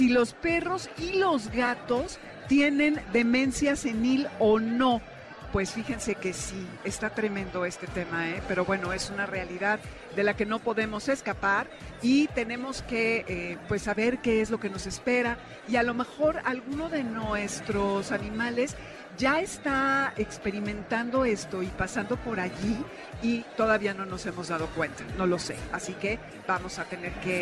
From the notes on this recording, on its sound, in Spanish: Transmisión especial desde el Festival del adulto mayor.